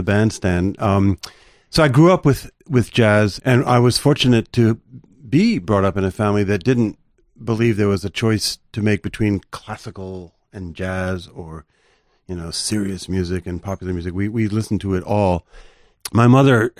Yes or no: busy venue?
no